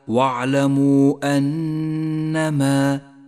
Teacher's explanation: جاء حرف المد وهو الواو في كلمة والهمزة في الكلمة التالية ولذلك سمي مدا منفصلا وهو مد جائز اخترنا قصره على حركتين تسهيلا على القارئ المبتدئ · Term: المد المنفصل